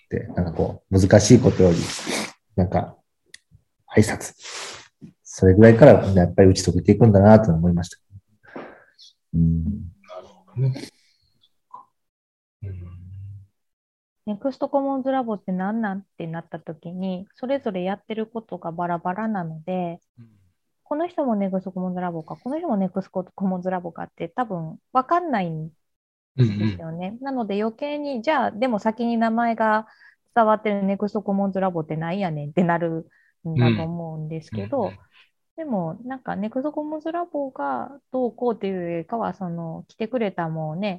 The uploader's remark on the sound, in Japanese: 4人とも違う場所でのzoomを使った収録なので、ものすごくぎこちない収録となりましたが。